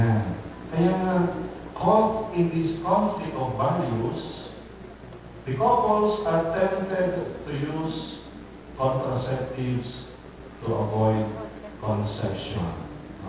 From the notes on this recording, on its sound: Recorded on October 3, 2010 at Don Bosco Batulao's Chapel On The Hill.